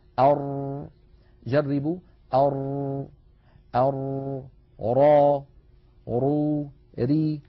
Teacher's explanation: فعند نطق الرأي ليس انحباسا كاملا كانحباس النون، وليس جريانا كاملا كجريان مثلا أش أو أص هكذا